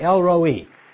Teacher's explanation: the O vowel in Roi is a kametz chatuf. It is a short O, not a long O